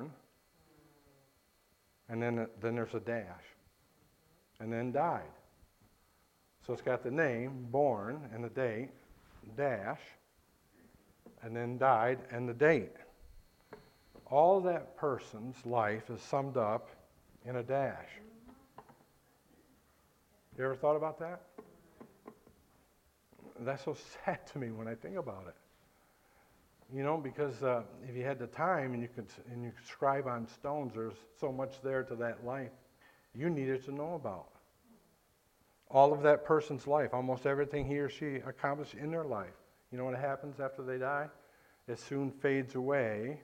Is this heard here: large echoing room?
yes